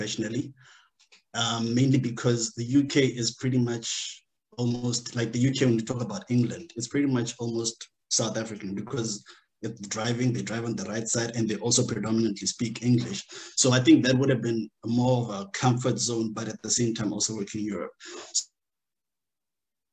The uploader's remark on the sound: The series is webcast via Zoom